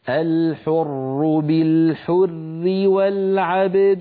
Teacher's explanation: القتلى الحر، لا نثبت الألف في الوصل. أيضا الحر بالحر بالحر في الوصل الراء مشددة مكسورة فهي مرققة